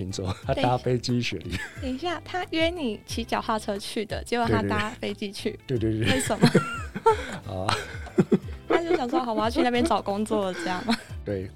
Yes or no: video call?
no